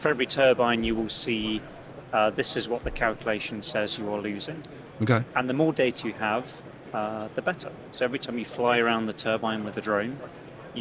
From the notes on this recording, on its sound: Live From American Clean Power 2022. Association's clean power, 2022 conference and exhibition. We're on the show floor.